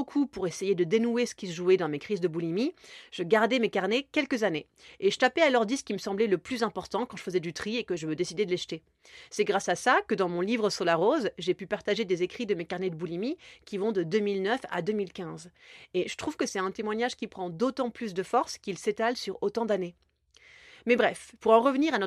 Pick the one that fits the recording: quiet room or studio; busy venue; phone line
quiet room or studio